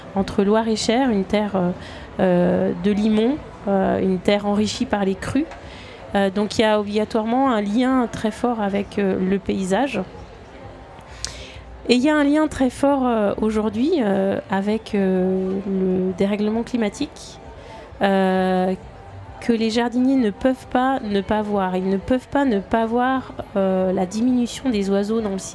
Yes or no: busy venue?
yes